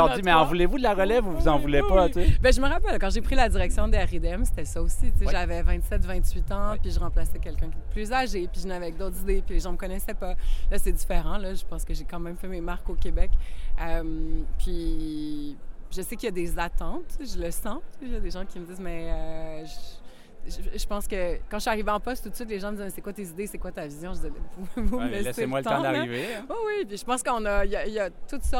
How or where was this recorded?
outdoors